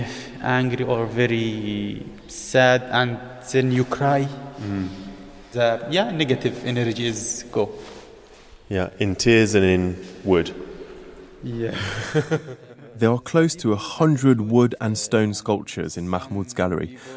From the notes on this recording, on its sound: We’re in Luxor for the first Cercle show of 2023 with an audience. Taking place in front of the 3,500-year-old Temple of Hatshepsut, the second woman to ever rule as a pharaoh in ancient Egypt.